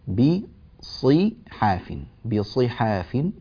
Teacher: نكسر الصاد مع المحافظة على تفخيمها